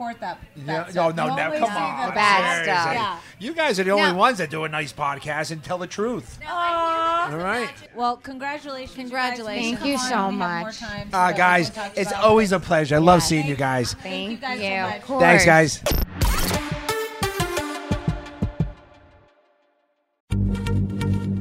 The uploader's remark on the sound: Live from BravoCon